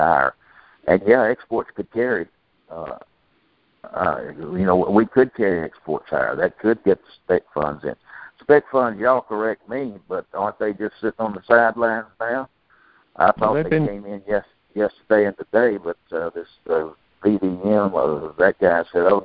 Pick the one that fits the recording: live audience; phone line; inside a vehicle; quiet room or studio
phone line